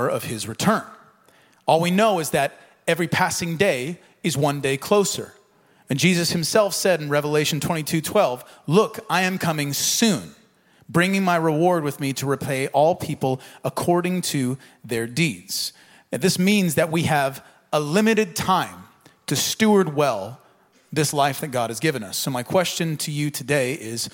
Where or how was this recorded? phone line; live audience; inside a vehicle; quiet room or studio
live audience